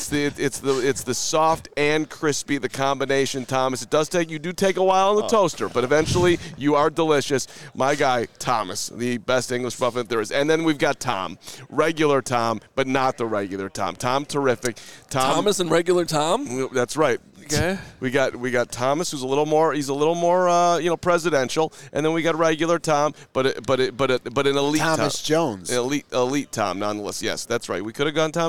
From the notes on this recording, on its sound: LIVE FROM THE NFL COMBINE